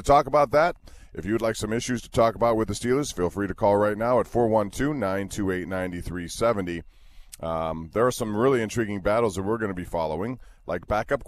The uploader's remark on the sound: on location today from Steelers training camp in Latrobe